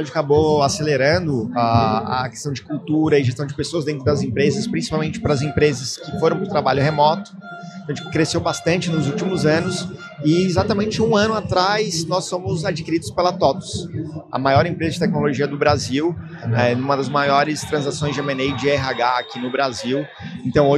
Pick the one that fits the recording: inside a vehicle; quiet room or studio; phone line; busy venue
busy venue